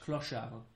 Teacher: You don't really pronounce the D that much.